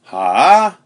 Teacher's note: third tone, sort of a dip